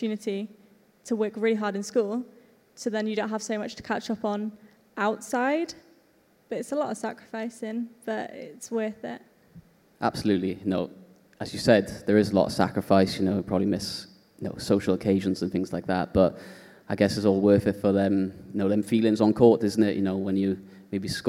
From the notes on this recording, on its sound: This episode was recorded as part of the Disability Sport Wales Disabled Young Leaders in Sport Inspiring Connections Event, that took place at the iconic Tramshed Cardiff.